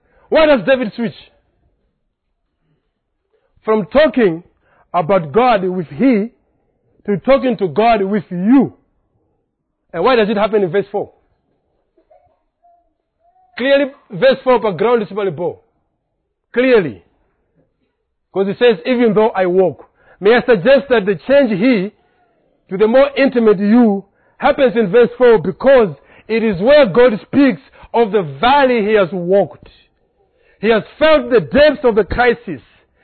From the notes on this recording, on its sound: Preached on 3rd October at Reformation Bible Church , Lilongwe